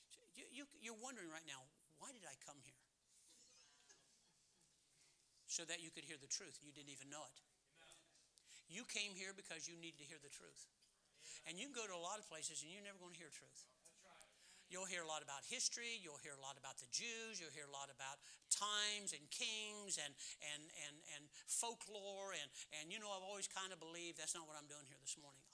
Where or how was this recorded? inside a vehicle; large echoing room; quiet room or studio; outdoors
large echoing room